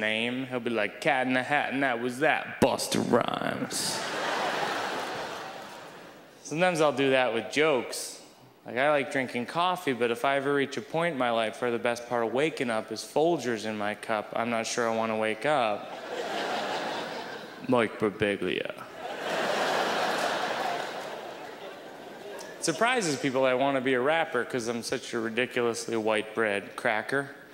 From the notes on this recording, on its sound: Brings his charm to the 2005 Just for Laughs Festival in Montreal.